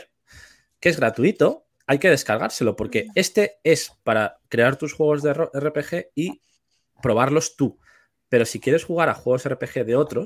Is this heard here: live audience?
no